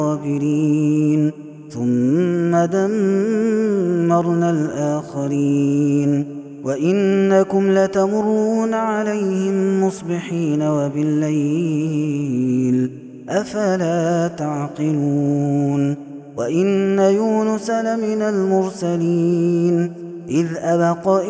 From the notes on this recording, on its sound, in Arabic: هذا التسجيل من صلاة التراويح. Ramadan 2021.